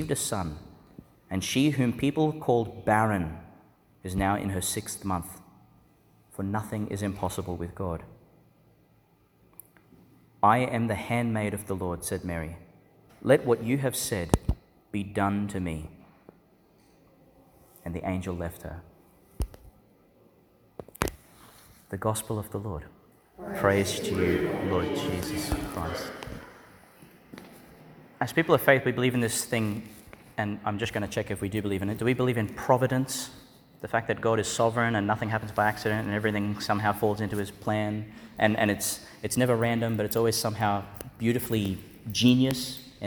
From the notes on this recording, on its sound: Homily for the Solemnity of the Immaculate Conception of the Blessed Virgin Mary, delivered in Duc in Altus Church, in Magdala's Chapel, Migdal, Israel.